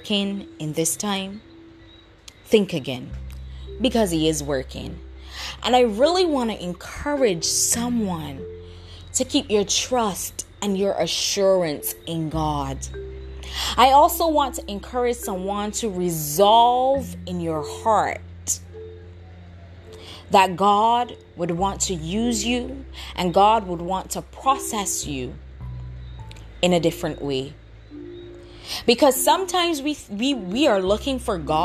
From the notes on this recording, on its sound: Excuse the background noises because I really did not want to stop the flow of things.